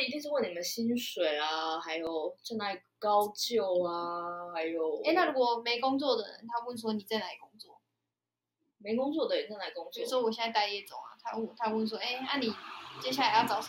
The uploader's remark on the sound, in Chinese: 音質差，慎入！當時的音質奇差無比、錄音一直有各種外部干擾啦超煩！